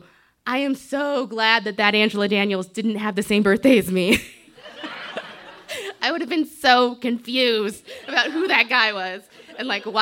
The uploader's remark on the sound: This story was recorded live on 19 April 2017 at Buntport Theater in Denver, CO.